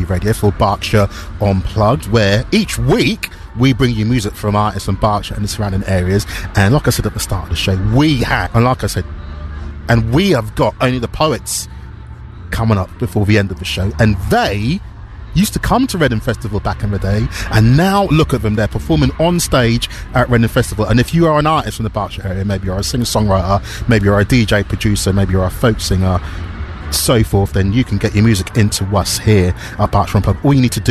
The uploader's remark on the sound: recorded at this year's Reading Festival